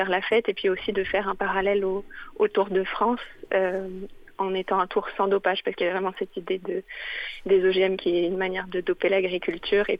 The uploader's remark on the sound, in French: En plateau (au téléphone)